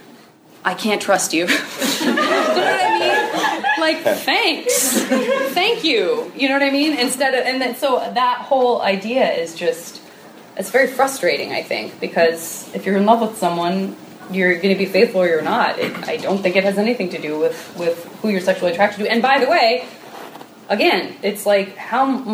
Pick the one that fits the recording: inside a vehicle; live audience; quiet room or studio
live audience